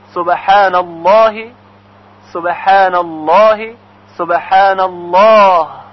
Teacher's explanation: در آخرین سبحان الله هی الله کاملا شنیده بشه.